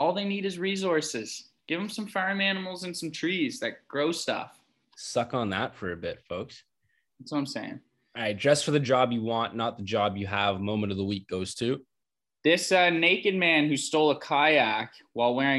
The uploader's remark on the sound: We hate to do it, but we got a zoom call podcast for you guys this week.